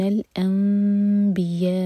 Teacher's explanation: نون میم میں چینج ہوا تو یہ اقلاب تو میم پر ٹائم دیں گے لیکن ہوٹوں کو ٹائٹ بند نہیں کریں گے